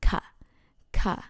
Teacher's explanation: When you want to inform something, when you want to say something, you use ka with falling tone.